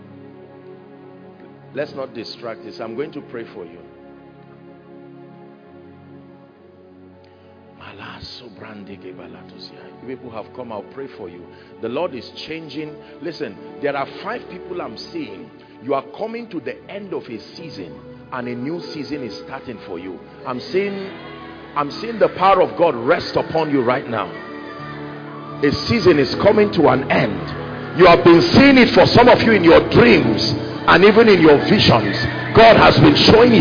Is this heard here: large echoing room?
yes